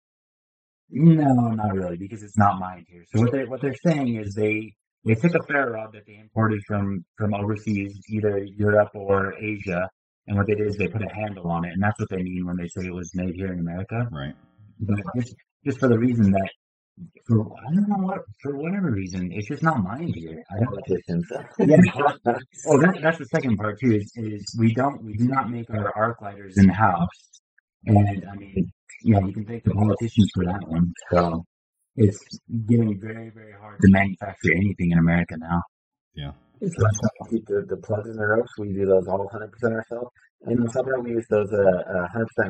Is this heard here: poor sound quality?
yes